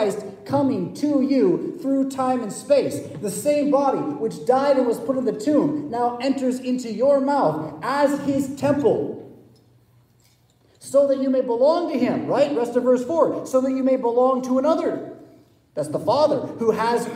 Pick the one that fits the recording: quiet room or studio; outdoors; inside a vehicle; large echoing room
large echoing room